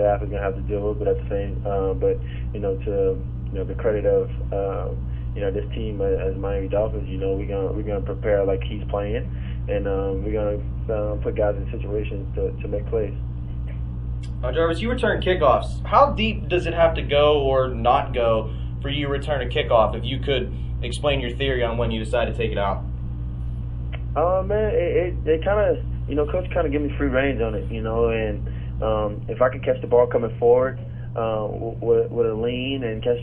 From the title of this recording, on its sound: Opponent Conference Call